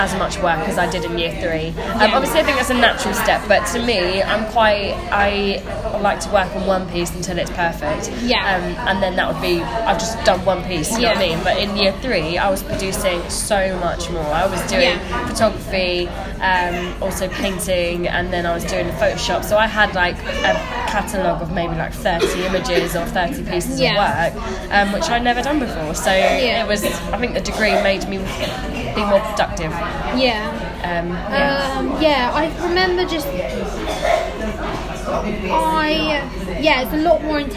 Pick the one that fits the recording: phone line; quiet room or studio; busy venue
busy venue